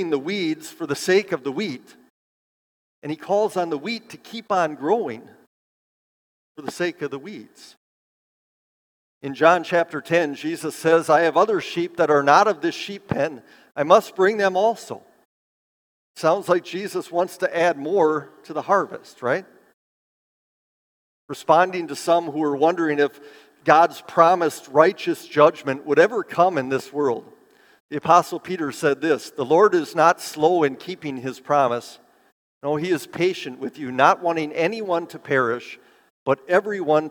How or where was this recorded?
live audience